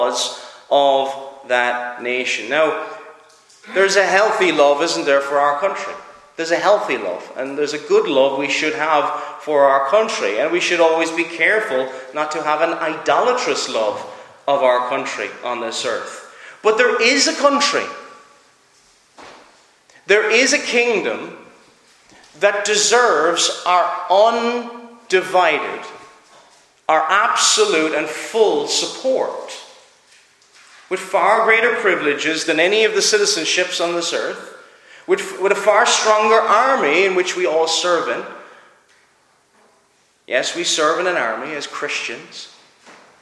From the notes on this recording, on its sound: Preached at Clare Reformed Presbyterian Church